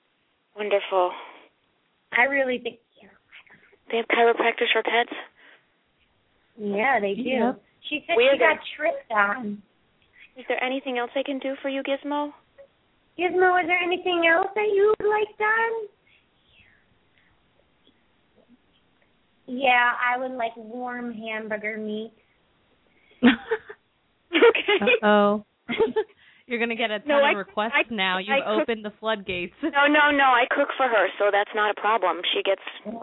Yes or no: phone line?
yes